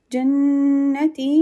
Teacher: Jannati will have most complete gunna, so make it for 2 haraka long. The gunna sound for noon will be 2 haraka long.